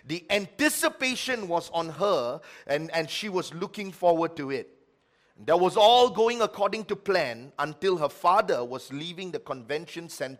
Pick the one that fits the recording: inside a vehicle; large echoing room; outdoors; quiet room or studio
large echoing room